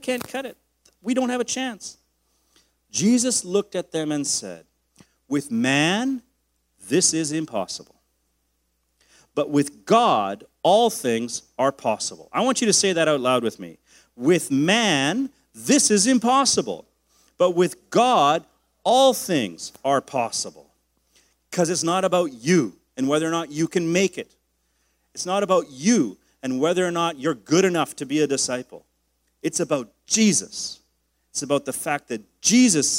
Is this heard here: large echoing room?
yes